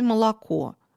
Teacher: Не различается «а» и «о». Мы не говорим с вами отчетливо «о» в слове «молоко». Вот произносится такой редуцированный звук «а». · Term: аканье